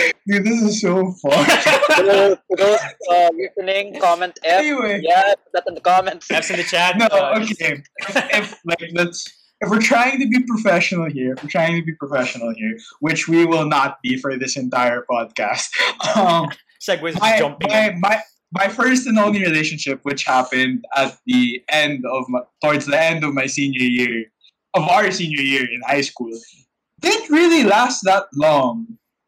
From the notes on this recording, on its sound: These episodes were recorded online given quarantine restrictions - audio quality may differ between the three hosts.